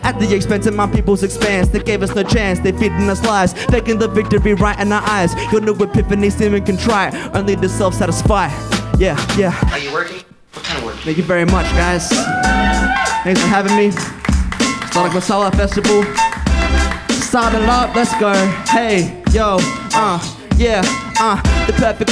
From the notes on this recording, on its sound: Live at Sonic Masala Fest at the Triffid, Newstead, 13 August 2023